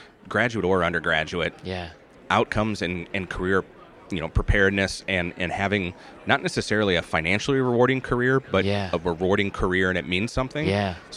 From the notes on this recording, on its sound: This episode was live recorded at AMA Higher Ed Marketing in Chicago in November 2023.